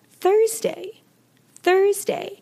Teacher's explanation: Now notice that you aren't really hearing the TH sound, and that's because it is an unvoiced TH sound. So you are simply blowing air through your tongue and teeth.